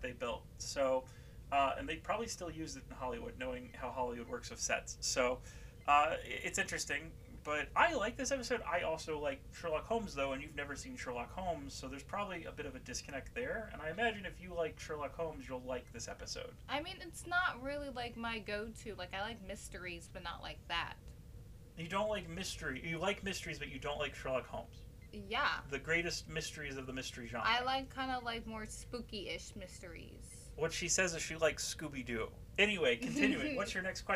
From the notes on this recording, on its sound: Had some issues with our new mics